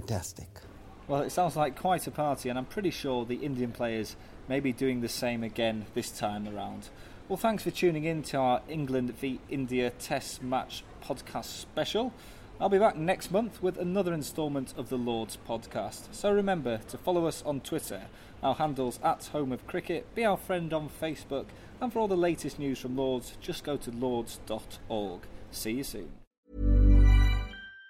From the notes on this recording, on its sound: At the Lord's Test match. Interviews recorded during the Test match.